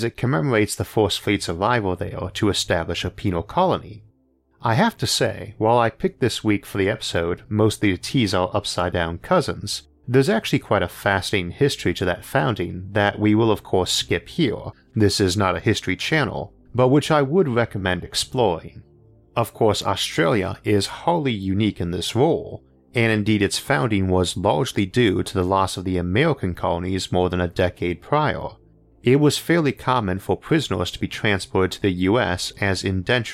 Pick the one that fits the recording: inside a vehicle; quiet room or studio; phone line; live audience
quiet room or studio